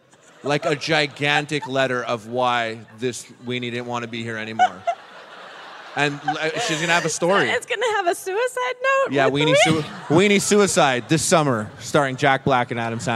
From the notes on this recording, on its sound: At Just for Laughs. Our first live episode!